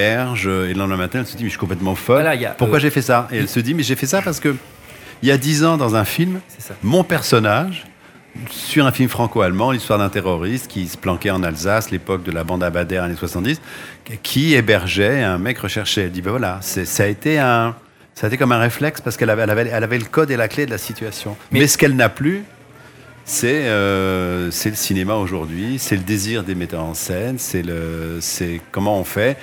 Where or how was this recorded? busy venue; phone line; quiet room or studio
busy venue